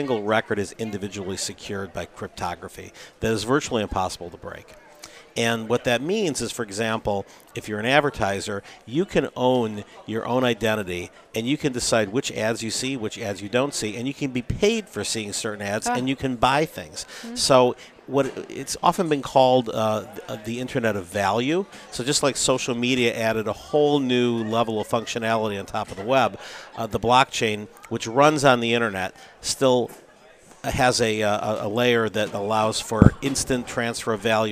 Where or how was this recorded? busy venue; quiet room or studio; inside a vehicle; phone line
busy venue